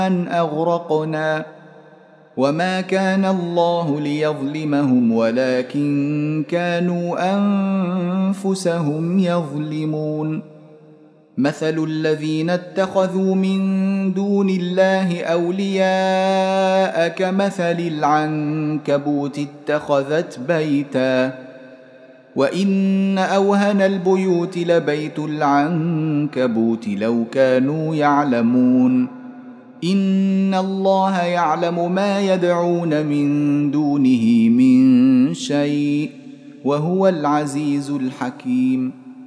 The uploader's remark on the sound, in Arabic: مسجل من صلاة التراويح بمسجد السلام بحي مشرفة بجدة.